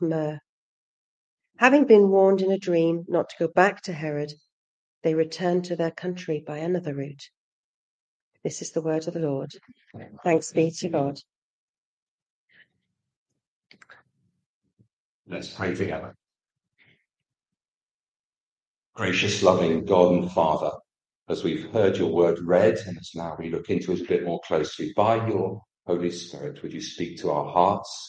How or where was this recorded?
large echoing room